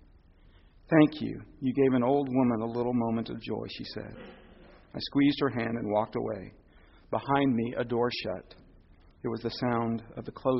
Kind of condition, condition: setting, large echoing room